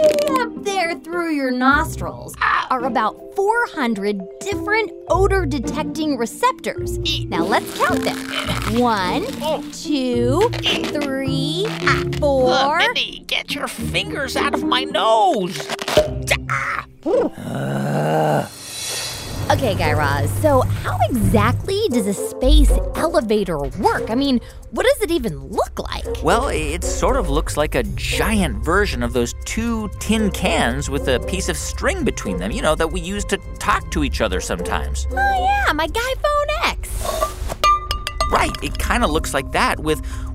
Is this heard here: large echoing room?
no